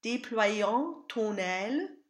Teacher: The A nasal is based on the dark A, which is very close to an open O.